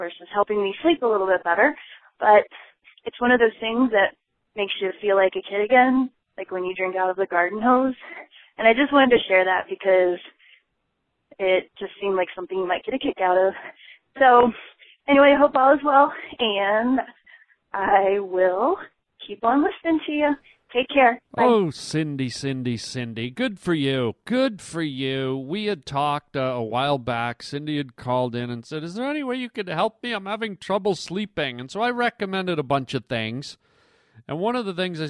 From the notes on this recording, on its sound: Phone calls from the Pavement Pounders. A CALM ENERGY expert calls into the show.